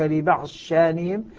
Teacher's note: تدغم الضاد في الشين نعم فتصبح شينا